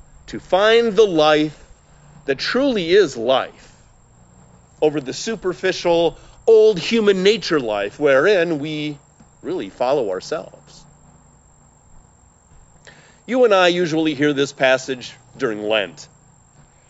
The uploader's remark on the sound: We traditionally have one outdoor service in the summer time, and we didn’t want to miss the experience this year. Recorded in Lorel Park in Skokie, with a few guests from the congregation.